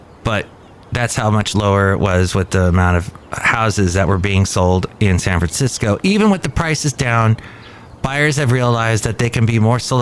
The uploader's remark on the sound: podcasts live from Cafe Anyway